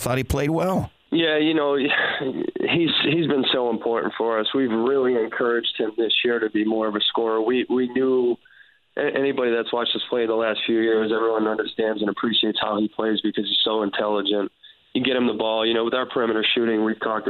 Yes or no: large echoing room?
no